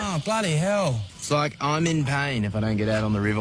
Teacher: the way Australians speak. It's sort of laid back, pulled back, sort of falls back in the throat.